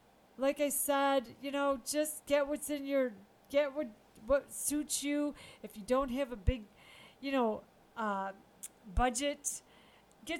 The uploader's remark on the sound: sound may be low on this one - sorry about that